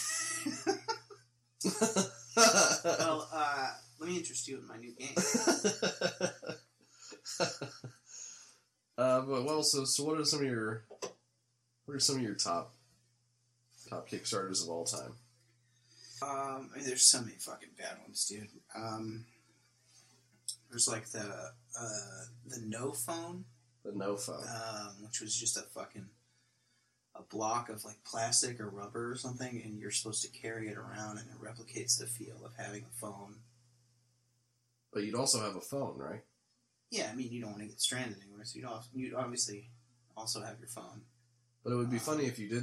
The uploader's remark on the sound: The audio may be screwed up